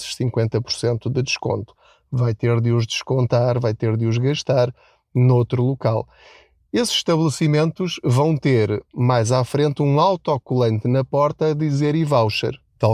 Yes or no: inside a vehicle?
yes